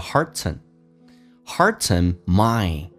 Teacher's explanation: hearts 跟 in 连在一起叫 hearten